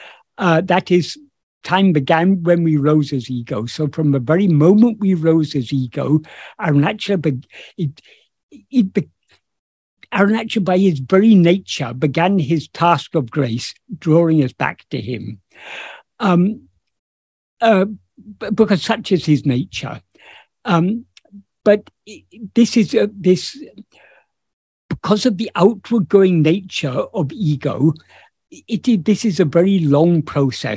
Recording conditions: video call